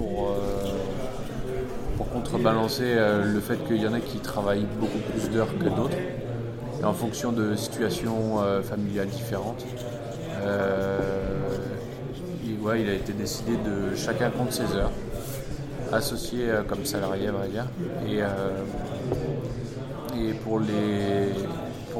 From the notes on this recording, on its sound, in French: Un second épisode enregistré pendant ces ateliers